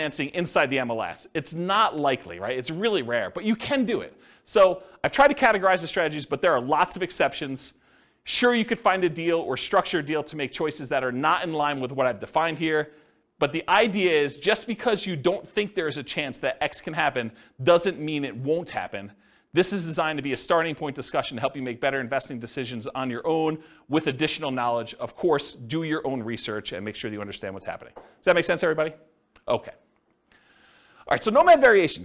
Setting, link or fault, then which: setting, live audience